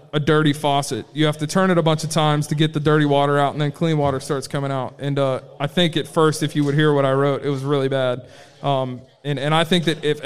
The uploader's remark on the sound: Live from the Love Local Courtyard Concert Series. We've got a new micro-cast from the Love Local Courtyard Concert Series!